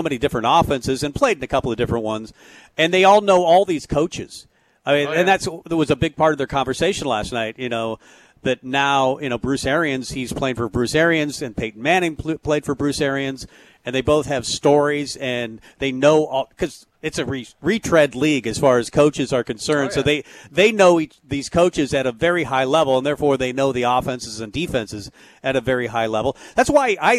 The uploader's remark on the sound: Tailgate Tuesday live from Chick-Fil-A.